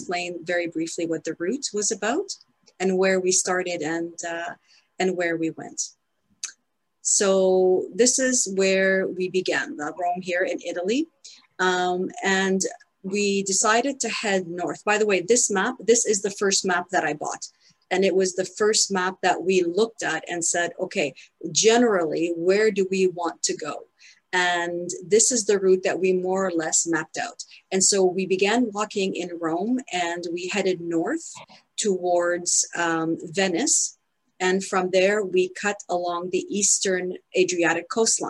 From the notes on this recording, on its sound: In this Zoom presentation to the Cathedral Labyrinth Guild. In this Zoom presentation to the Cathedral Labyrinth Guild.